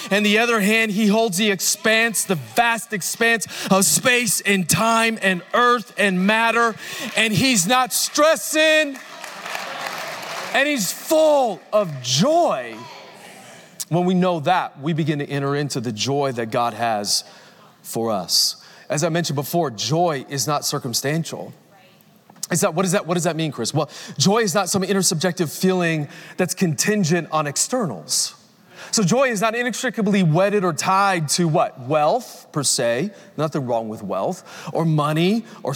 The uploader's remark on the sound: Recorded Live at Capital Church Meridian, Idaho.